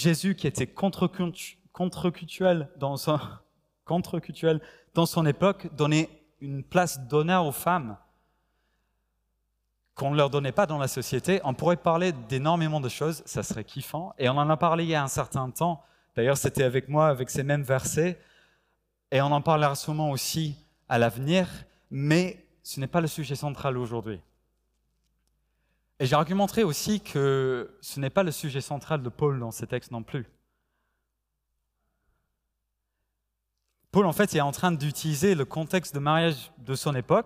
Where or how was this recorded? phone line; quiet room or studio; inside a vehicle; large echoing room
large echoing room